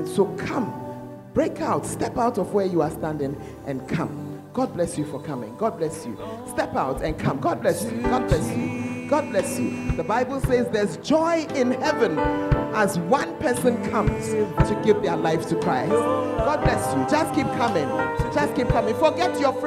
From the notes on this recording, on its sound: Preached at the Fountain of Life Cathedral, Ayeduase